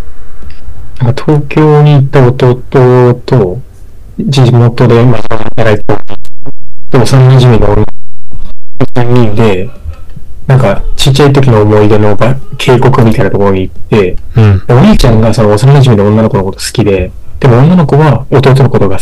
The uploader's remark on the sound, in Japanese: 設定ミスって軍事無線みたいな音質になってます